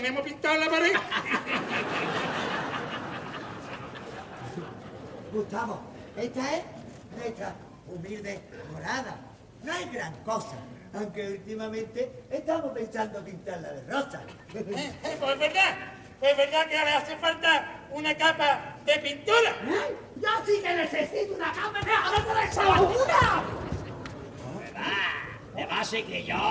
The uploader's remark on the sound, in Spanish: En las preliminares del COAC 2024. En directo desde el Gran Teatro Falla de Cádiz, escucha la retransmisión del Concurso Oficial de Agrupaciones Carnavalescas del Carnaval de Cádiz 2024 en Onda Cero Cádiz.